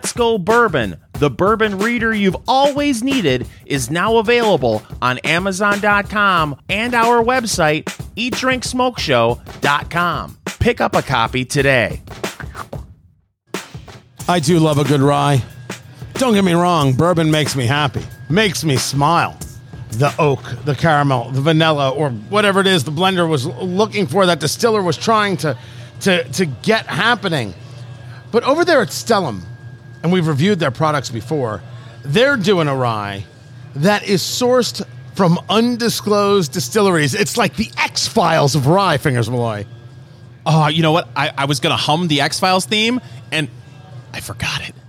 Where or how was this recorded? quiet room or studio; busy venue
busy venue